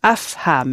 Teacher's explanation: There's no vowel between the f and the h, no vowel sound, just faham.